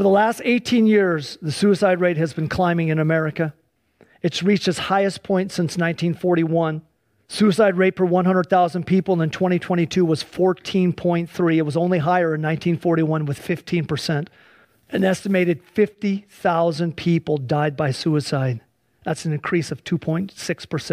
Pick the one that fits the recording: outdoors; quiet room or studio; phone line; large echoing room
large echoing room